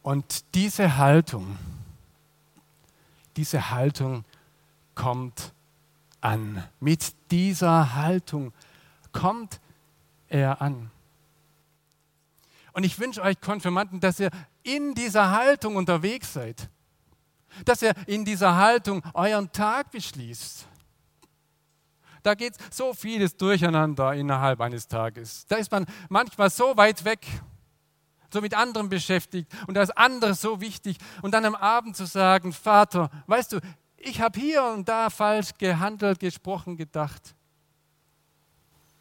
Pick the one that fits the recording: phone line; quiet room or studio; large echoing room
large echoing room